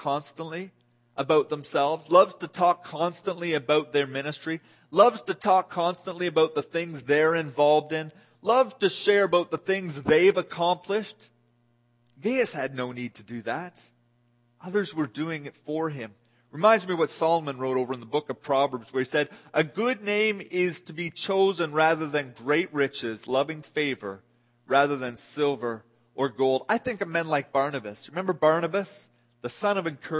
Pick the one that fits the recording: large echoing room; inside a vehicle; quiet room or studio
large echoing room